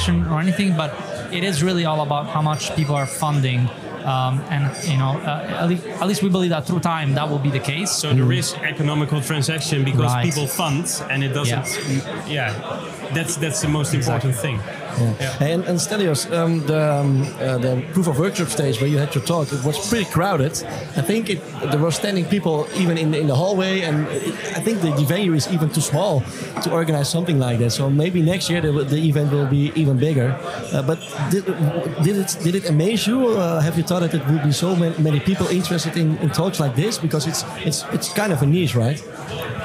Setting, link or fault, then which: setting, busy venue